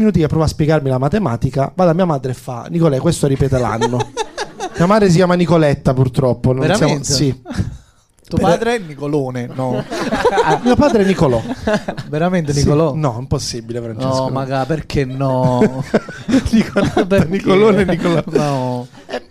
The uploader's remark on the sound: Live dal GhePensiMi di Milano